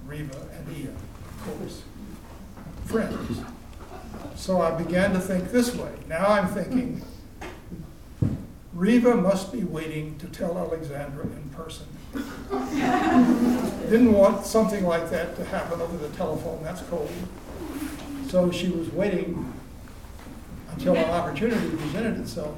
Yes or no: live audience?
yes